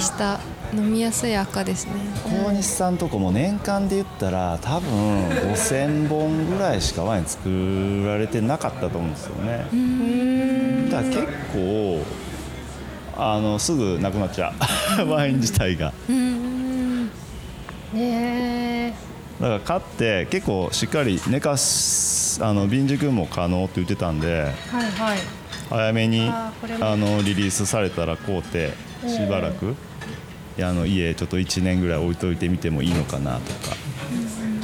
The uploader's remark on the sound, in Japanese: 塩尻ワイン専門カフェ＆バー「アイマニSHIOJIRI」さんにインタビュー！営業中のお店の窓際席をお借りしての収録。昼間からワインを楽しむお客さんで賑わうお店の雰囲気と共に。